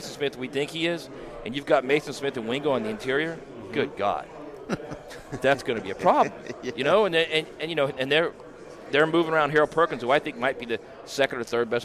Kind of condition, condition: setting, busy venue